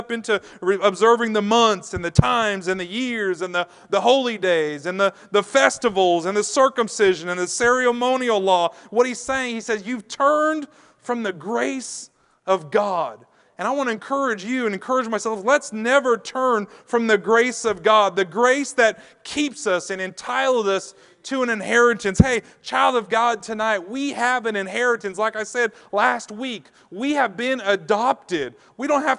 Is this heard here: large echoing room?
yes